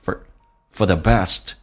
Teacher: for 不被强调，说成 f 加个儿化音